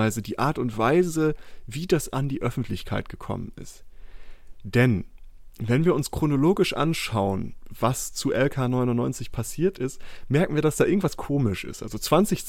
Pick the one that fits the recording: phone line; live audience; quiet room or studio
quiet room or studio